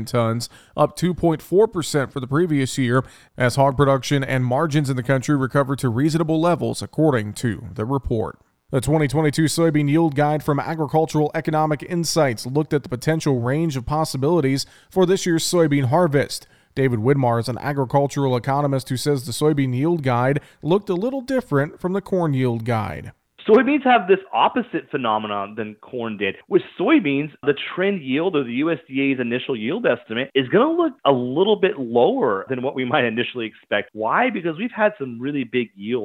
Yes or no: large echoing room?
no